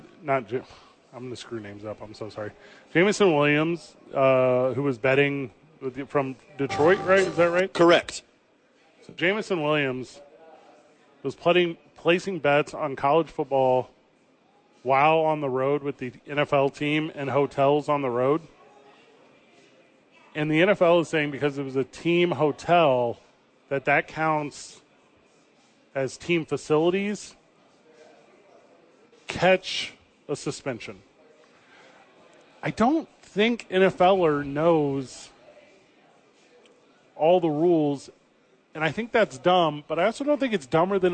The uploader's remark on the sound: they are live from Red Door Downtown